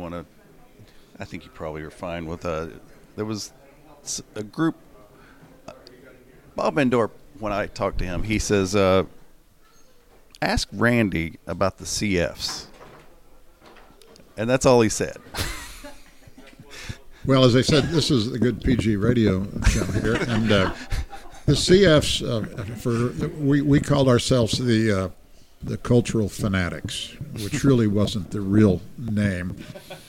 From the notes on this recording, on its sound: we recorded this episode from The Hukilau in Fort Lauderdale, Florida